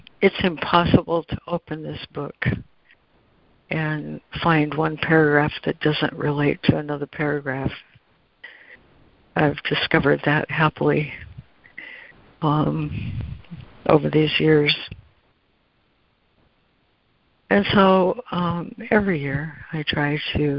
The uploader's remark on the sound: ACIM Daily Conference Call.